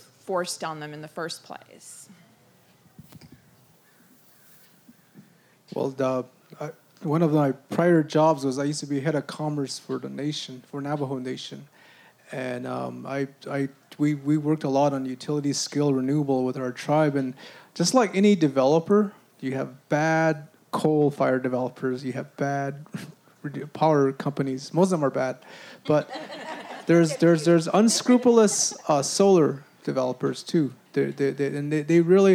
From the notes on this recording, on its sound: Recorded at the 2013 Bioneers Conference.